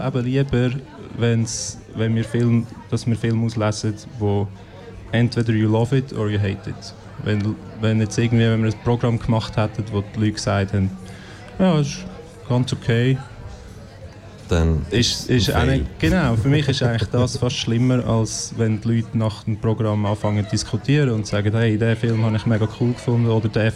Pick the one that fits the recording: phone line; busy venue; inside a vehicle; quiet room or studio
busy venue